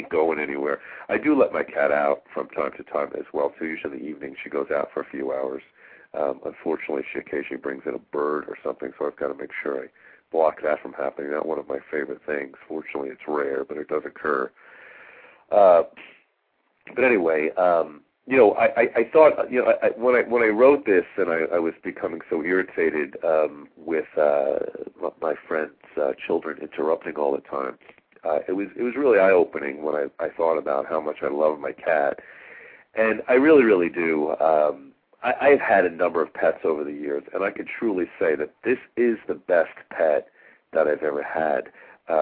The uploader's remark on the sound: Callers with questions or comments are encouraged to call in live halfway through the show.